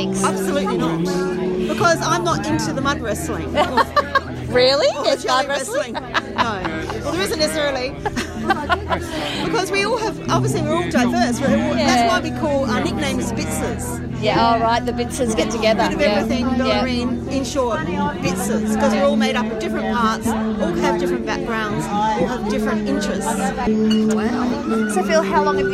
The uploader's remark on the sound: This episode was recorded at OneDay Estate winery. Playing his acoustic set in the background. At times the crowd noise erupts and drowns out a few words here and there.